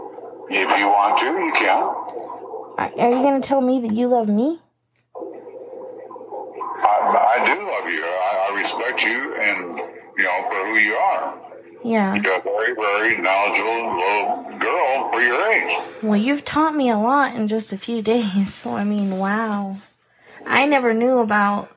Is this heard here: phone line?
yes